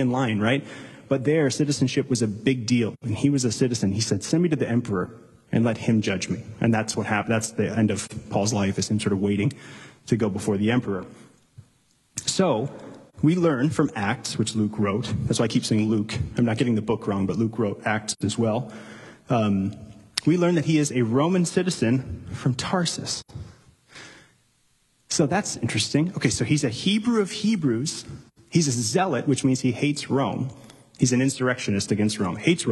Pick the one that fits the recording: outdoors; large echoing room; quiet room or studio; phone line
large echoing room